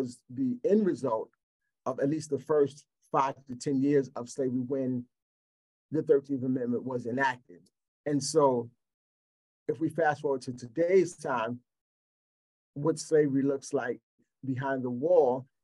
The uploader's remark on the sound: Audio from Freedom Day webinar